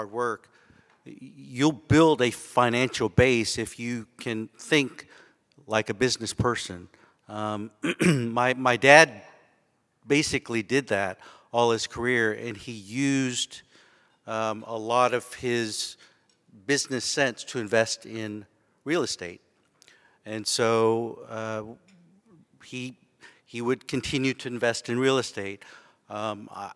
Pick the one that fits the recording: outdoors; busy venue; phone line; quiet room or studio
busy venue